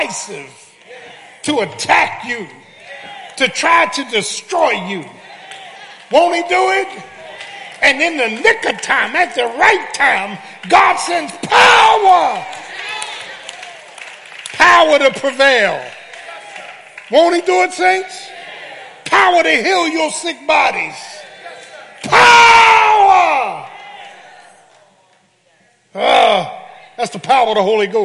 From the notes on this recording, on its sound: Matthew's Baptist Church Sunday Morning Live Stream